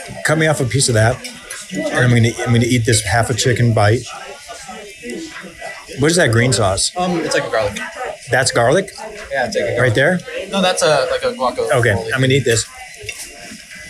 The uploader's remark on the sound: recorded a little travelogue/food log of every single place he ate while in Chicago